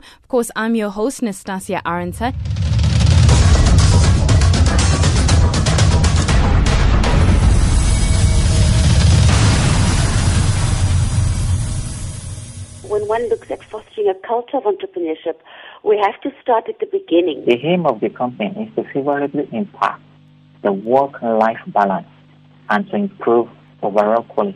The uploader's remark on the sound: we are now joined on the line